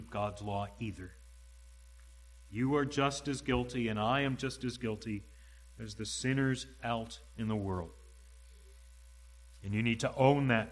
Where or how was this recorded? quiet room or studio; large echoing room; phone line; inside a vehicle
large echoing room